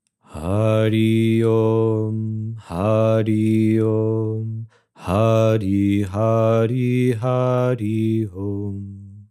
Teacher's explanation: Then for O, the throat opens and the energy or sound rises upward from deep within the chest. With the prolonged mm, the mouth closes and the energy goes to the head with a strong humming vibration. So, Hari accelerates the system first, then Om takes you to a higher level.